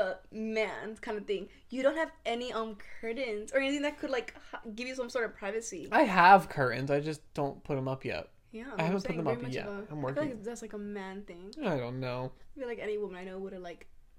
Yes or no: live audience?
no